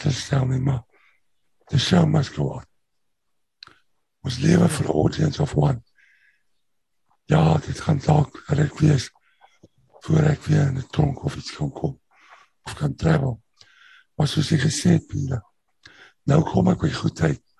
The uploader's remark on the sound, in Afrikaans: Manne van die Woord Zoom Byeenkoms.